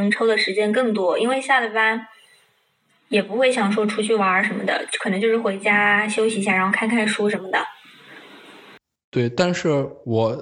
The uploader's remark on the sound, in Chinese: 我们通过Zoom进行了一番愉快友好的聊天。